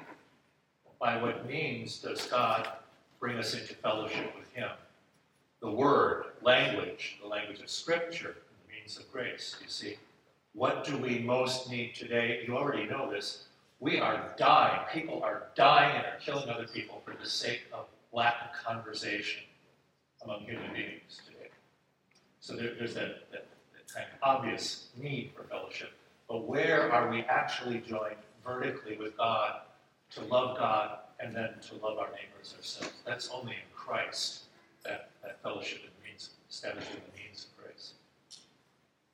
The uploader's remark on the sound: This episode is a recording of Plenary Session II from Wittenberg Academy's Family Retreat.